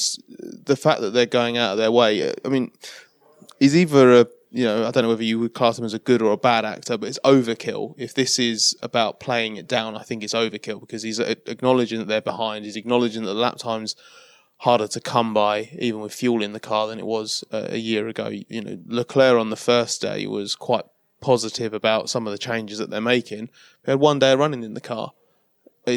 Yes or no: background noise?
no